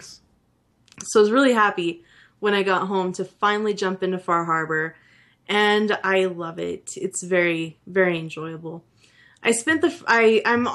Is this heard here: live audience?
no